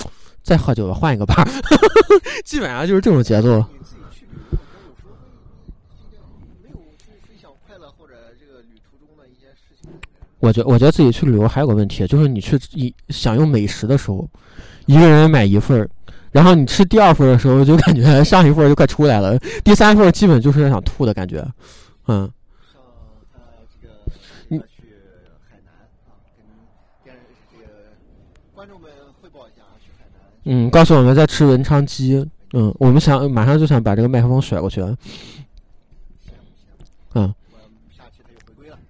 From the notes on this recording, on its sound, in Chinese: 在北方初冬的晚上，被迫吹着冷风在一个天台录音。录音地点：红尚坊二楼天台。